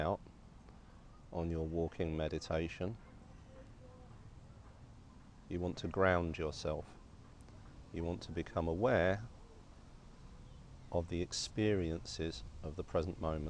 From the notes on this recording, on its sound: This session was recorded in a park (courtesy of coronavirus lockdown stage 4). This is a recording of a live-streamed class from The Loving Awareness Meditation Course.